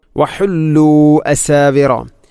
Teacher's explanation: വഹുല്ലു അസാവിറ, ഇവിടെ മദ് മുൻഫസിലാണ്, മദ്ദക്ഷരമായ വാവിന് ശേഷം ഹംസ അടുത്ത പദത്തിൽ വന്നാൽ മദ് മുൻഫസിൽ, നാലോ അഞ്ചോ ഹർക്കത്തിന് തുല്യമായിട്ടാണ് അതിനെ നീട്ടേണ്ടത്.